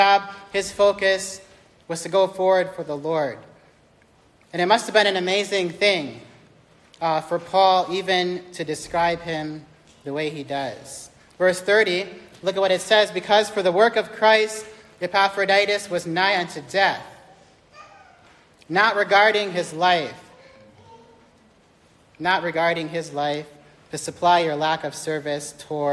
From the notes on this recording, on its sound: This message was recorded live on 10th January 2023 during the Independent Baptist College of Ministry Spiritual Life Retreat.